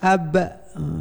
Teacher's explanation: mau baca ba tetapi tidak sampai kepada ba karena dia mati · Term: qalqalah